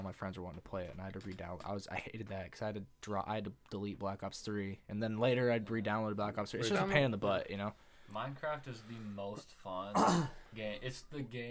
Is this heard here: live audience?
no